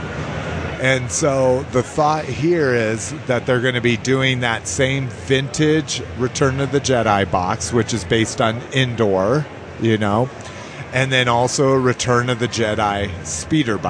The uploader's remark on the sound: The show which was recorded in its entirety at the con.